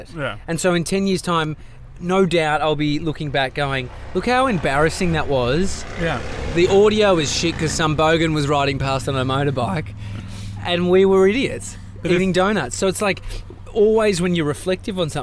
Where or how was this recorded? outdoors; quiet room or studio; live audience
outdoors